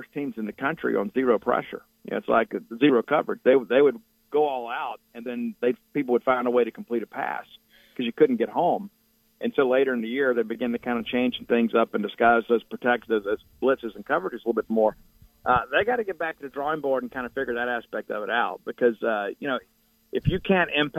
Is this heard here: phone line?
yes